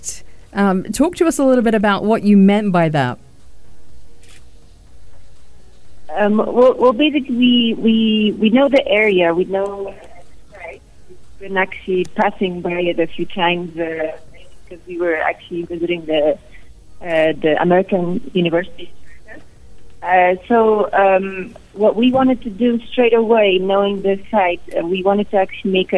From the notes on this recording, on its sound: Crosses live to Mexico City to speak to the Aidia studio Architects.